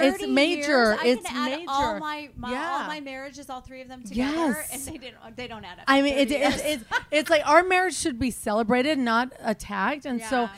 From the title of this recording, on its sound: Live From BravoCon